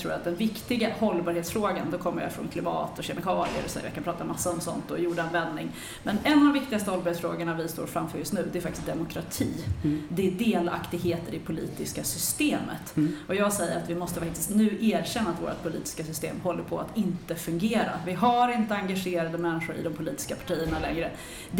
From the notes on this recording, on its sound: Live Almedalen. I livesändning från Aktuell Hållbarhets Arena.